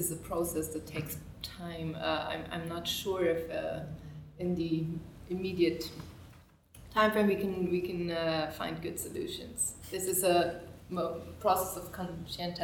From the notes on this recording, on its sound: A recording of a roundtable from the 2018 Chatham House London Conference. This annual event brings together policy-makers, academics and business figures from around the world to London to discuss key global issues.